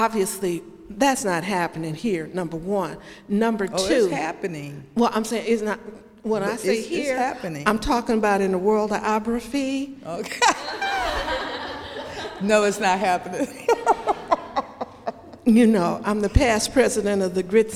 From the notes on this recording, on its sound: Q&A Discussion Circle w/the Imam. Answers questions from the congregation.